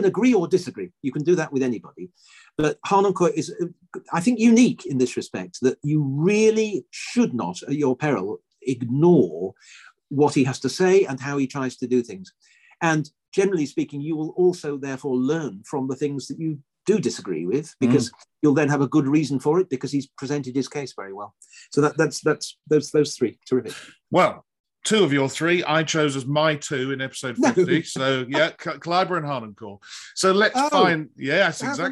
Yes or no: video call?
yes